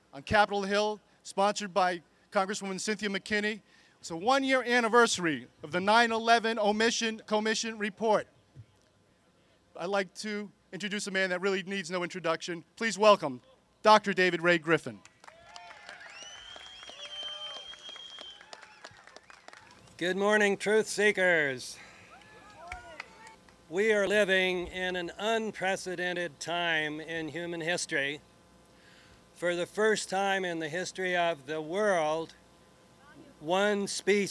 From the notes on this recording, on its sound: Part One of a recording of speakers at the historic Emergency Truth Convergence event in Layfayette Park across the street from the White House.